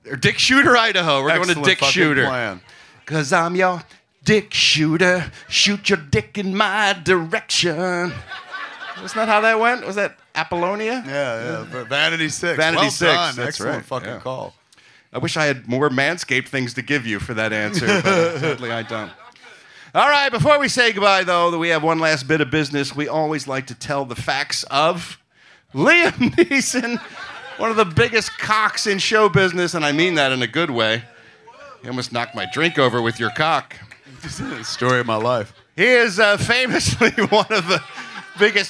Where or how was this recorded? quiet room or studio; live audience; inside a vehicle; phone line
live audience